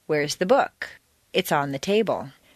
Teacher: The first is stressed on the most common everyday word, book. 9 times out of 10, people will stress the sentence in this way.